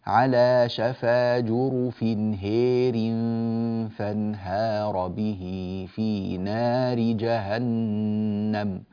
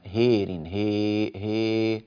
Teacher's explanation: فيميل الألف والهاء طبعا قبلها من كلمة هير، هذا هذه إمالة كبرى عنده. · Term: الإمالة الكبرى